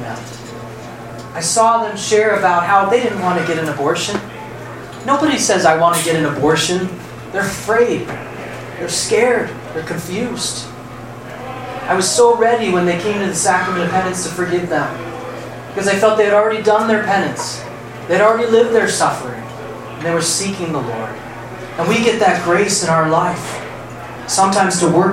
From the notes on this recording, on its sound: Arlington TOT is held on the 2nd Monday of each month at O'Sullivan's Irish Pub located at 3207 Washington Blvd., in Arlington, VA.